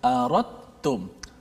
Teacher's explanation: daripada ra terus masuk ta kerana dal itu diidghamkan ke dalam ta kalau dalam ilmu tajwid dipanggil idgham uh, eh, mutajanisain hmm.